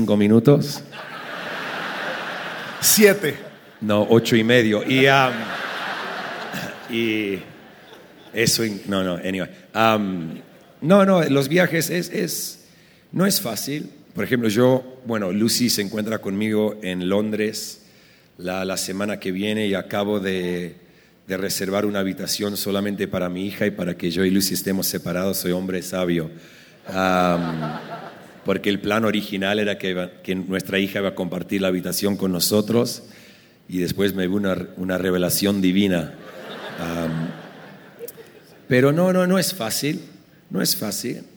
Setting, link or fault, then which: setting, busy venue